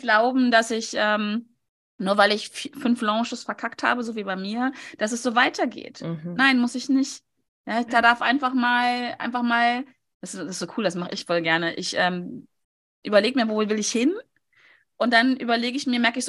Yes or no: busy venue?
no